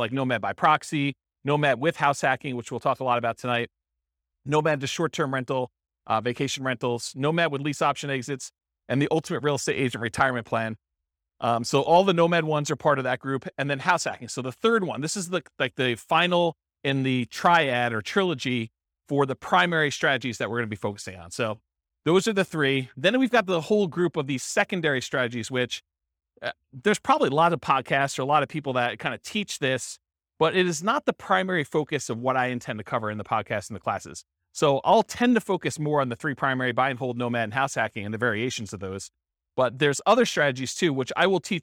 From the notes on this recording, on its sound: This was a live class recorded